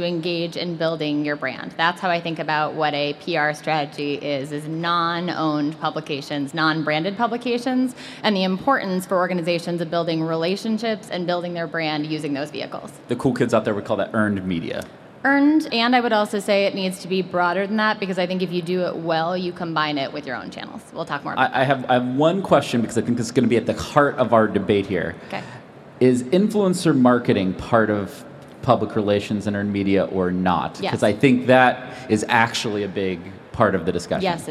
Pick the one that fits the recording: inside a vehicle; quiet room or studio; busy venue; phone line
busy venue